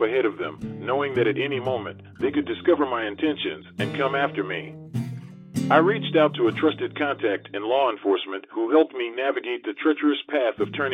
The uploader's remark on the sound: we've had to conduct this interview over the telephone with pre-recorded questions.